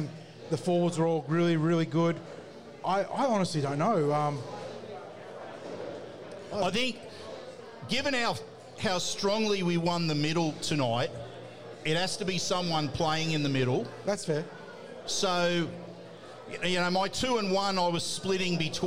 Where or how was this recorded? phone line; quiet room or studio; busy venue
busy venue